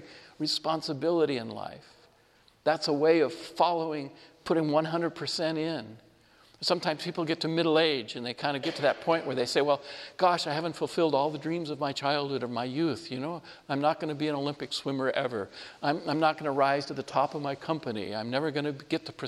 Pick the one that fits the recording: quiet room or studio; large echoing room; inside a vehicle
large echoing room